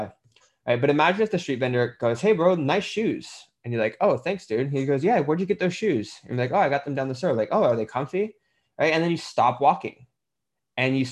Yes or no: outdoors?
no